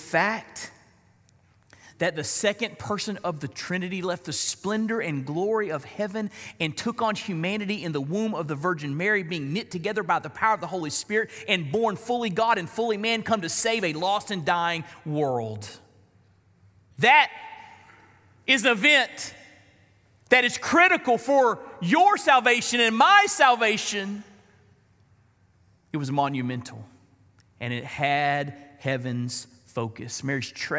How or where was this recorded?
large echoing room